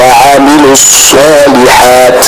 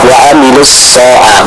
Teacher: Huruf sad dibaca dengan tebal. · Shown in: first take